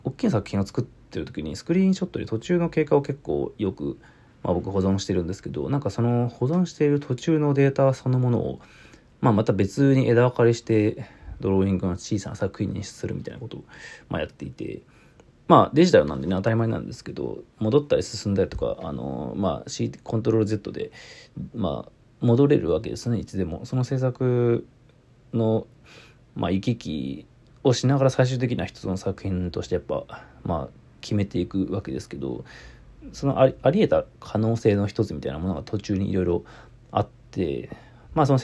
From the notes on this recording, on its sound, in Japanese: Radiotalk。ボイスメモです。